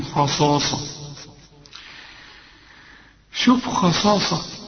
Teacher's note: ثلاث حروف مفخمين جنب بعض، خاء صاء، والمد بتاعها كمان مفخم، خصاصة. شوف خصاصة، تنوين وبعد واو، لكن الوقف هنا كويس.